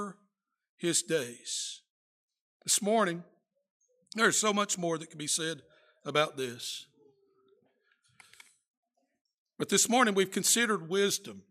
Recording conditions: large echoing room